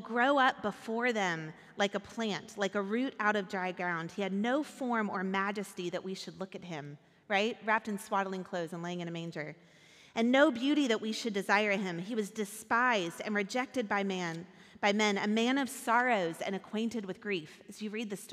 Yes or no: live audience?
yes